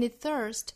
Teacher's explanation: is a dyingflower，同样这个 th 要注意把舌头伸出来哈，不是 thirst 而是 thirstthirst。 My heart in itsthirst，那同样前面这个 ts 的 ts 的发音可以被后面同化，也就是我们不去发这个 ts 的发音了